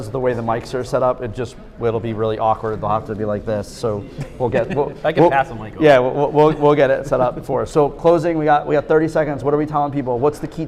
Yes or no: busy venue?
yes